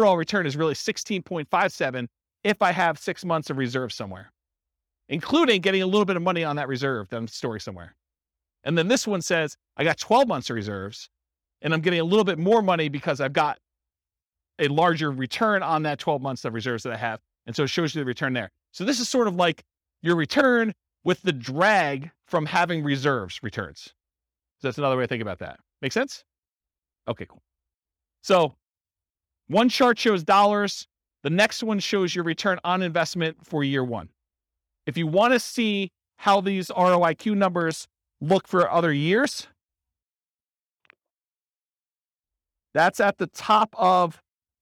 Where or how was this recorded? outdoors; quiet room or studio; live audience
live audience